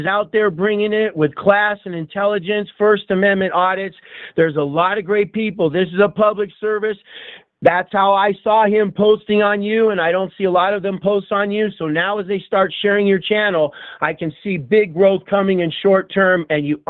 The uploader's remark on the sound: LIVE Call-In Show